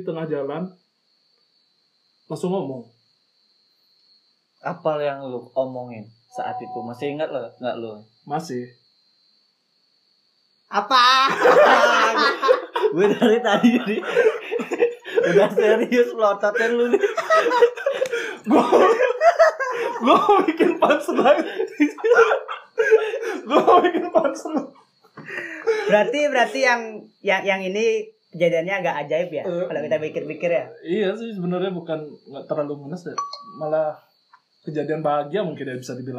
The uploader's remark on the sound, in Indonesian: Mohon maaf atas kualitas audio kami yang ngawur, namanya juga perdana.